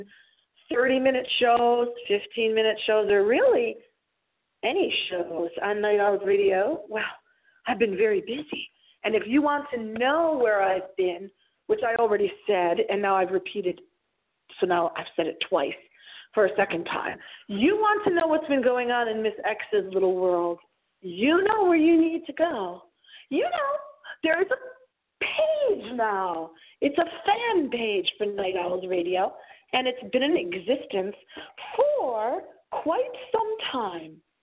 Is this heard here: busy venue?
no